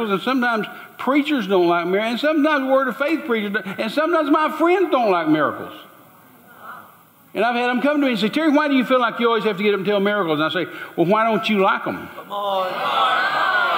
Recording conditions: live audience